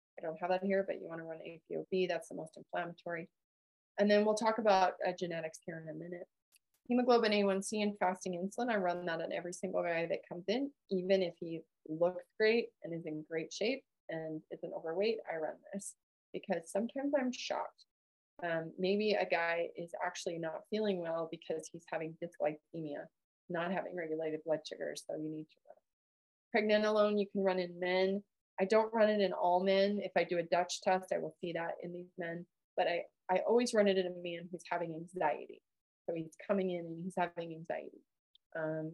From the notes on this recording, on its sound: listen to a recording of our live Men's Health Webinar from May 2023